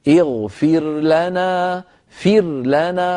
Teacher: فتظهر الراء عند اللام